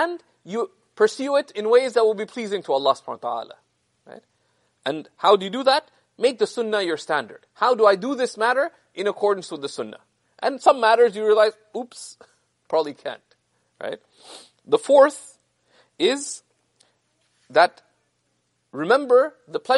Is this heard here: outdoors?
no